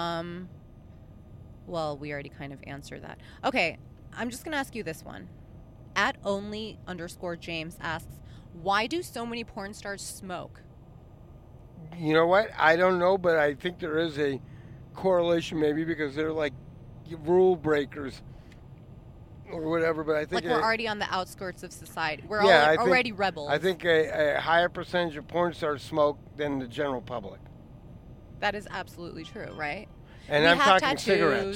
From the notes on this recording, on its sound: We recorded this on the drive to Vegas, so I slapped a telemarketer headset microphone thingie on his head and he was able to pod handsfree.